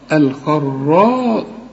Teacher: الخاء مفخمة قوي لانها بعدها راء برضو، الخراء والراء مفخمة، الخراصون اوعى تطلعها سين، الخراصون الذين هم